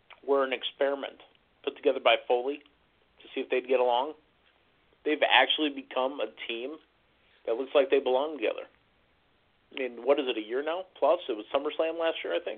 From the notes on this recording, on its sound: taking your LIVE phone calls